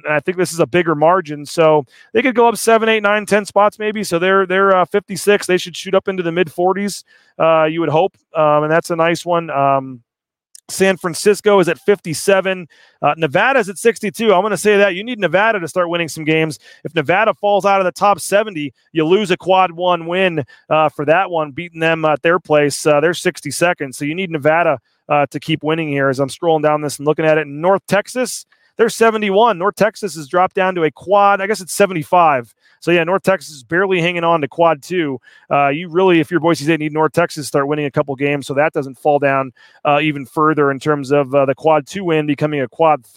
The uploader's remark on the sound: LIVE at The Pit in Albuquerque